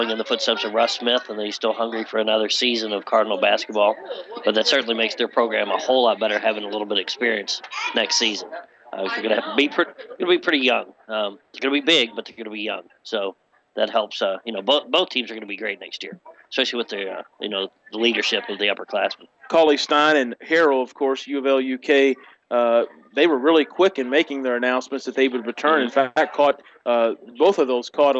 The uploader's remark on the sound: we are LIVE from Skyview park in J-town for opening day for Little League Baseball